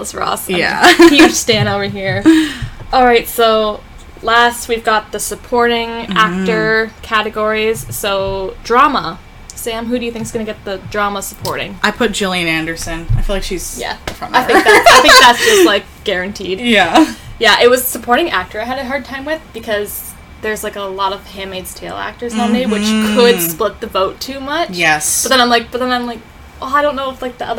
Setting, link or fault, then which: fault, background noise